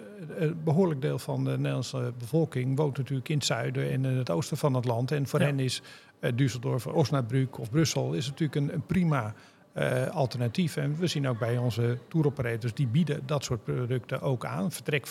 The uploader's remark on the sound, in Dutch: De Luchtvaartnieuws Podcast ging deze keer on tour, en was te gast in de vernieuwde LuminAir rooftop bar van het DoubleTree by Hilton in Amsterdam.